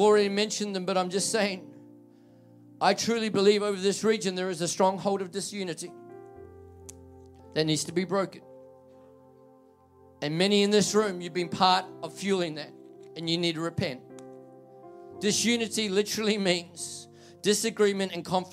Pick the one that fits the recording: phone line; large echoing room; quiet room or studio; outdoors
large echoing room